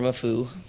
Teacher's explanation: Matthew Abel, or Mafu, and the reason why we call him Mafu is because when Brazilians try to pronounce his name, they couldn't do the TH sound, so they just replaced it with the F sound